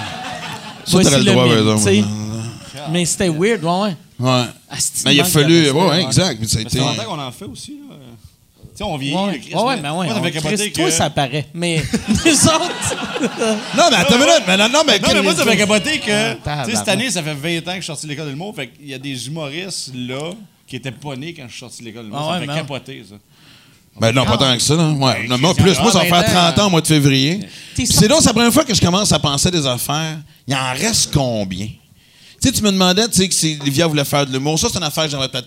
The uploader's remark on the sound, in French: enregistré au Bordel